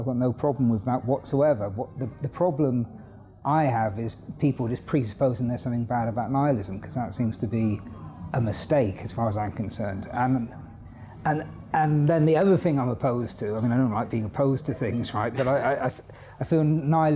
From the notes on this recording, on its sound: This interview was recorded at our philosophy and music festival HowTheLightGetsIn .